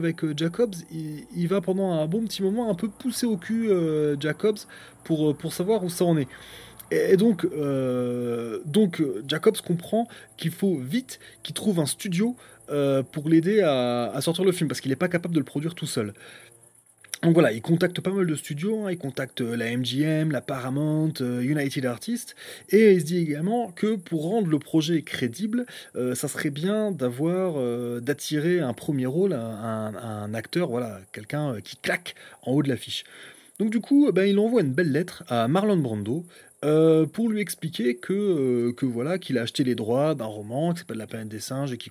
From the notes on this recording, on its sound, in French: Cet épisode a été enregistré en plein air, histoire de profiter des grillons et du son du clocher en terme d'ambiance sonore. Dès lors que l'on débute un enregistrement en extérieur, des promeneurs bruyants déboulent d'on ne sait où et des deux roues tonitruants arrivent de partout.